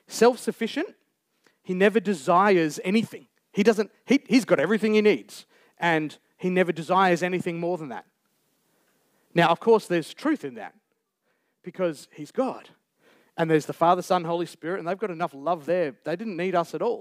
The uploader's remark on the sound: Recorded Live on 3rd September 2023. Geraldton Baptist Church.